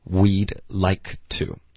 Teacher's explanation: onetake。一次拿下。对、一次性。Onetake。对，就一次拿下，一次搞定。就一次过呗。然后它就是其实在生活中也可以用为一个比喻。可是它就是 one take 呢，就是拍戏的时候，一个 take 就是摄影机发动然后拍完，这是一个 take。所以这里 we would like to,它发的是 we'd like to, we'd 的的跟 like 的科两个都会省略，然后要导致一个干脆的停顿 we'd like to, OK,然后 like 大家也注意是一个双元音 like,结尾也需要一个干脆的停顿，你别用中式的 like,爱的这个音代替它，不然肯定会导致误解。OK, we'd like to 这个字我们弱读为 to